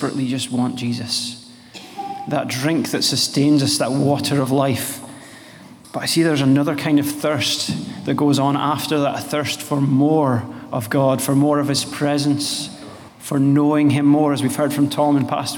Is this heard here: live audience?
yes